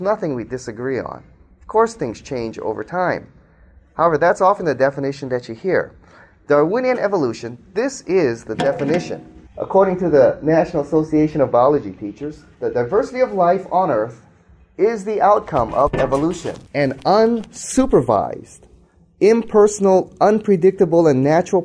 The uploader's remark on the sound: speaks to a live audience